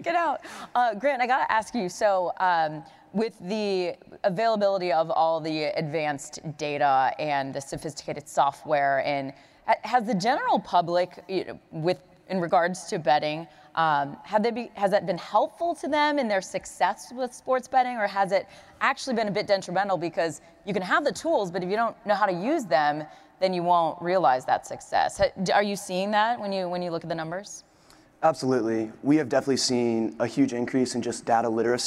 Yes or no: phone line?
no